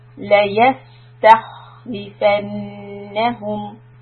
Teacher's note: Noon Shadda, hold two counts.